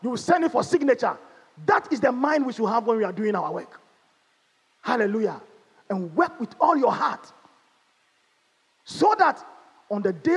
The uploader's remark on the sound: Sermon preached at CBC Shiashie Campus